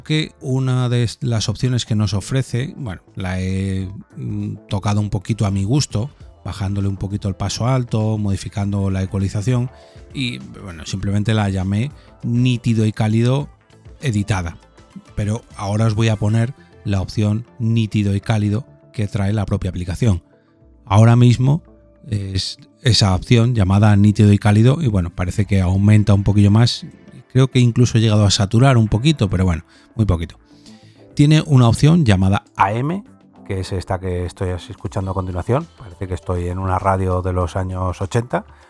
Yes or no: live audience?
no